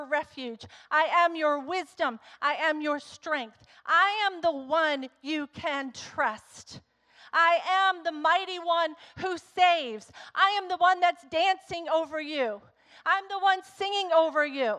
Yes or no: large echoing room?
yes